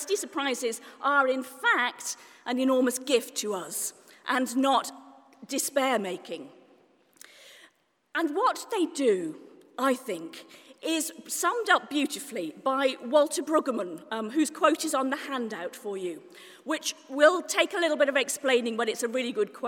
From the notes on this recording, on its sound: This month saw 500 people attend the first-ever Festival of Preaching in Oxford, organised by Canterbury Press and the Church Times. Talk at the Festival.